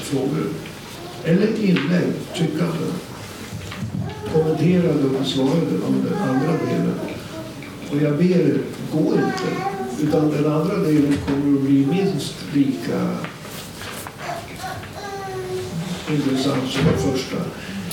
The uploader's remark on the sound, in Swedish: På ett möte organiserat av Arbetarpartiet. Här kan du höra inspelningen från mötet.